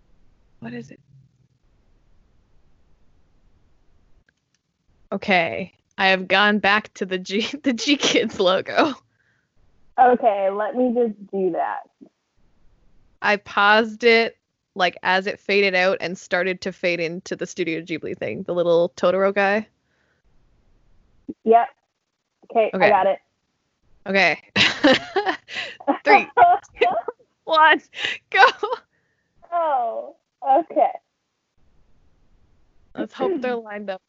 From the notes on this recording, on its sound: we Skype (yes, we know the audio quality , you don’t need to tell us)